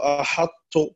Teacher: ولو العكس لكانت الأولى هي الطاء والثانية هي التاء، والطاء فيها إطباق واستعلاء، فهي أقوى من التاء، بل الطاء أقوى الحروف على الإطلاق، فنقول أحط فتبقى صفة الإطباق ولا يدغم الطاء في التاء